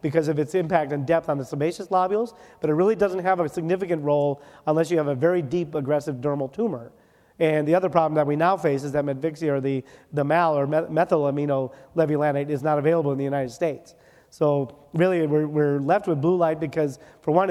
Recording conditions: busy venue